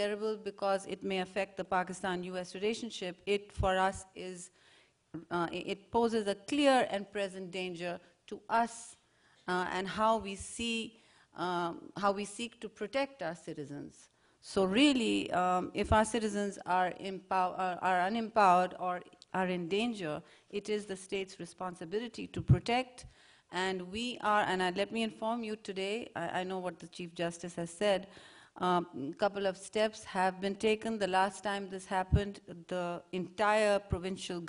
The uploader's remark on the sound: Questions from the audience